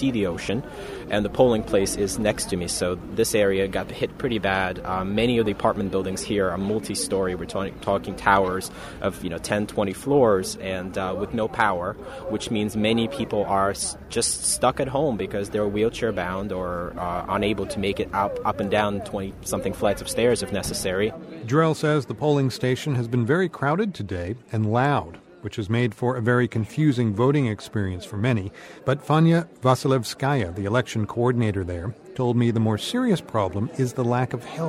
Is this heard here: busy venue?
yes